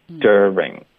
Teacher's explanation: 所以一般在美式发音中我们就发 dur，是直接进入到 r 的音